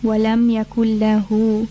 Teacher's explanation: And also on the word lahu, that's a two count mad, because you've got a waw sakina preceded by a dhamma